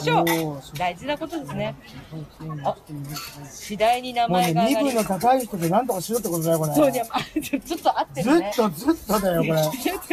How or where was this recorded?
outdoors